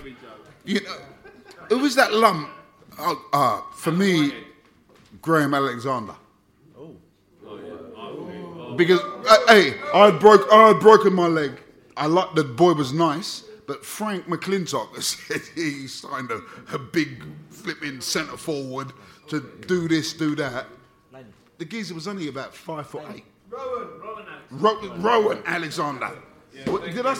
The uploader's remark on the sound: Together at the end of the session for a hilarious Q&A session with the fans in the house. At the fabulous Drayton Court Hotel in Ealing to see the season off in style at their end of season Pride of West London Bees-Up.